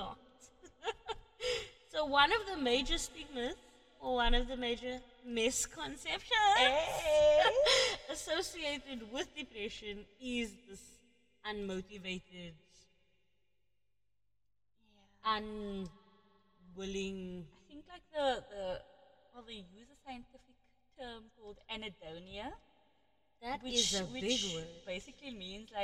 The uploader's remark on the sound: The echo episode. Episode 2 of our very amateur post for our podcast. In this epsiode we clearly don't know that the echo is turned.